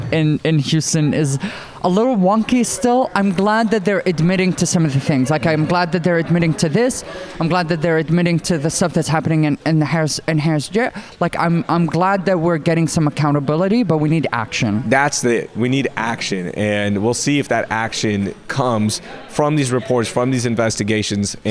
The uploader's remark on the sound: The City Cast Houston team is live from Tecovas store in Rice Village